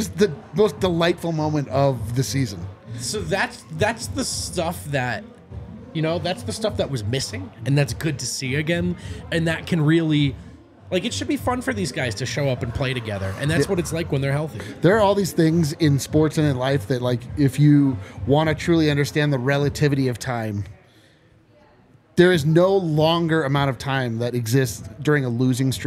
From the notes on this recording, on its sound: come to you LIVE from the DNVR bar